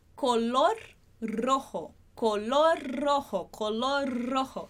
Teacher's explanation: E também a gente acaba juntando, prolongando um pouquinho mais o som do R quando uma palavra termina com R e a próxima começa com R · Term: som vibrado